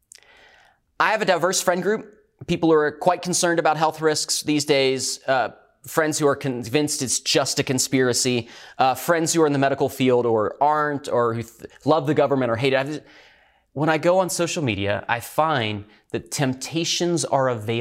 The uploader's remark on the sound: Recorded at Northlands Church on May 17, 2020.